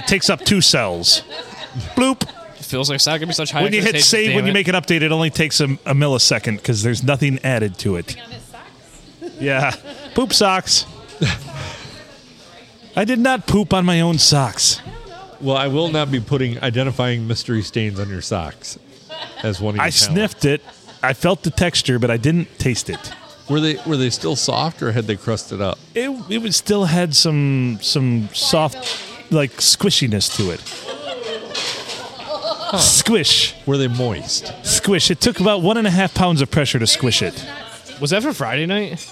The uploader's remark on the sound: Recorded on a Sunday and the world famous Blue Water Sports bar in Port Sanilac, Michigan.